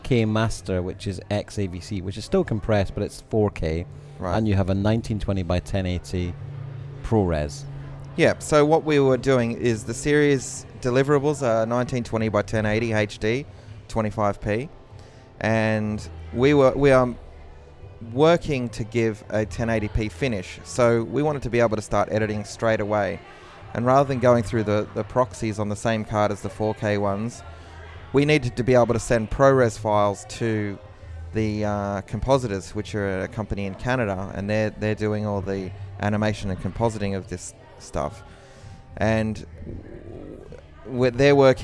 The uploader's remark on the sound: We sat by the pool in our hotel and recorded a couple of episodes.